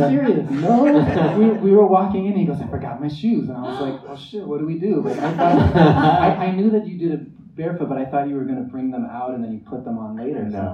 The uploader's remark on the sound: LIVE from the Vail Dance Festival. In a live recording of the ‘ Conversations On Dance ’ podcast. This episode was recorded live on July 31st, 2023 at the Manor Vail Lodge.